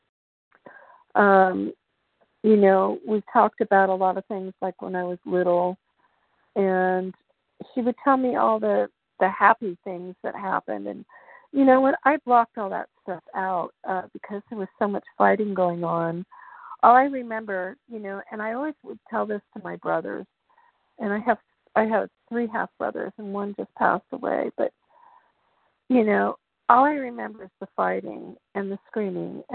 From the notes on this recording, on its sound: 100 Pounders Phone Meeting, 11/15/23.